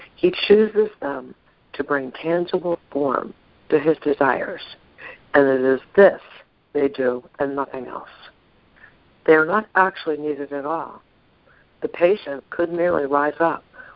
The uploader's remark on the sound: ACIM Daily TEXT Conference Call